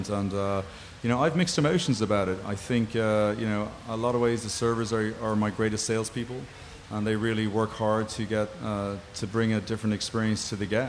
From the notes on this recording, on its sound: Recording live from the 2016 Taste of Chicago. Enjoy the elements and the sound of Buckingham Fountain.